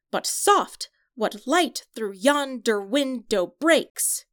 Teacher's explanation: And that's what iambic pentameter sounds like. It mimics a heartbeat where there are 10 syllables in each line, 2 per foot, and 5 iambic feet in each line.